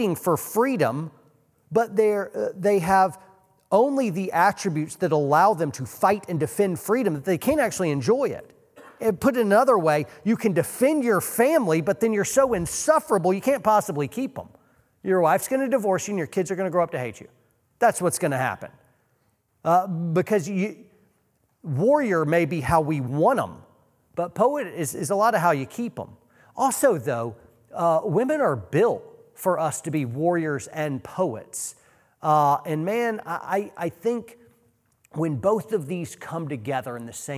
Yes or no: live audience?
yes